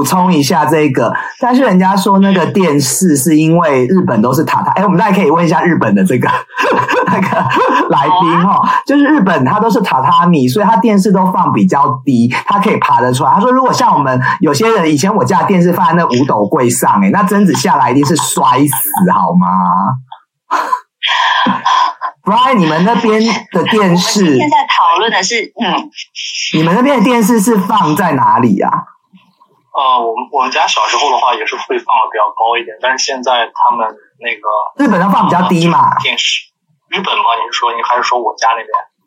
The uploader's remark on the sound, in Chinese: 遠段錄音 ,音質請見諒。在車庫錄音。